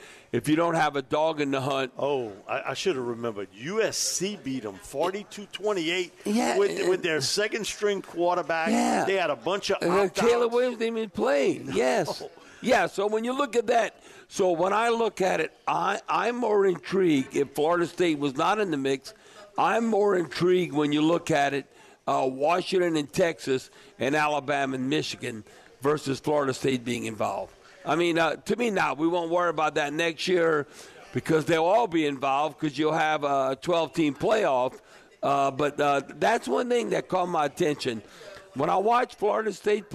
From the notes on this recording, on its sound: broadcasting LIVE from Rouses on Tchoup